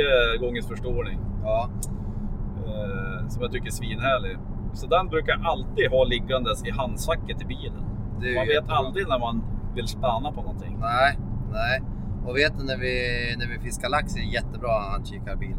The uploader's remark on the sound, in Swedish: Podd i bilen på väg till Elmia